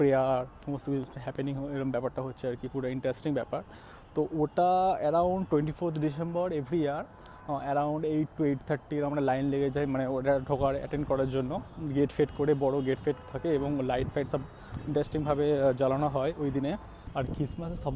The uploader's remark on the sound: This episode recorded during Christmas time 2018 in Park Street, Kolkata, India. In Calcutta Park Street very popular during Winter because of Christmas Festival at Allen Park.